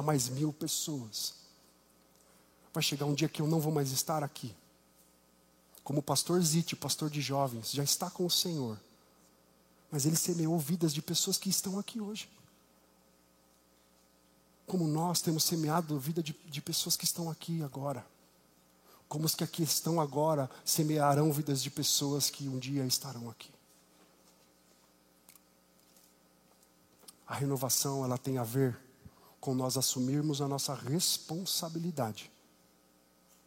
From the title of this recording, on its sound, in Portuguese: Culto ao vivo IBMorumbi